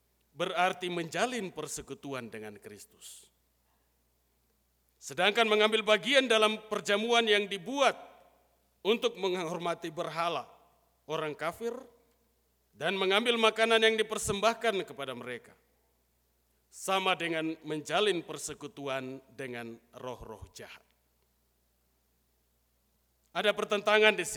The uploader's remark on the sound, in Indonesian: Rekaman Khotbah pada Ibadah Minggu pagi. Dari GKI Kalvari Tembagapura, Papua.